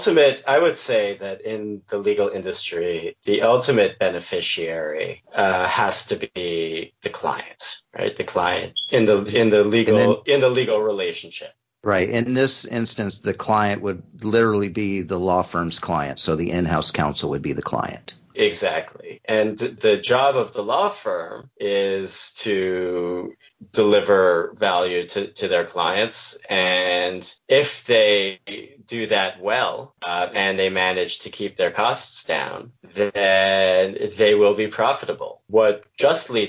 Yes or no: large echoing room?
no